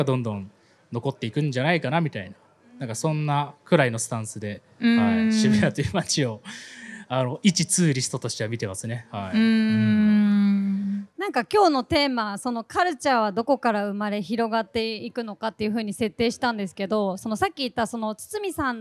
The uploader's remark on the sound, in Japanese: 今回は番外編として、渋谷PARCOで公開収録したエピソードを前後編にわたってお届けします。渋谷PARCOでは、館内のギャラリーやショップのあちこちでアートにまつわるクリエイションを展開する「SHIBUYA PARCO ART WEEK 2023」を9月15日〜9月24日まで開催。